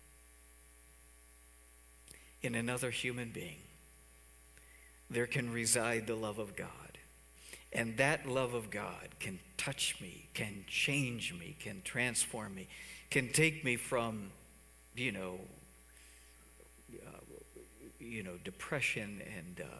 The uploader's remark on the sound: Cornerstone Fellowship Sunday morning service, streamed live on February 7, 2021, Wormleysburg, PA.